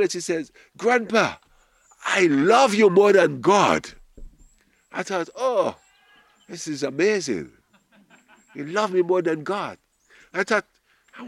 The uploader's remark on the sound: Audio from a sermon in Watford Peace Garden